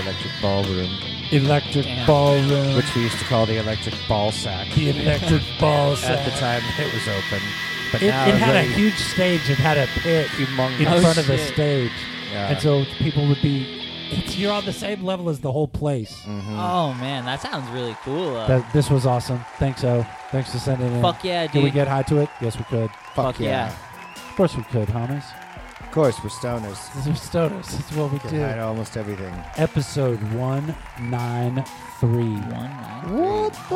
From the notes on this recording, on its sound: Filmed in front of a live Studio Audience.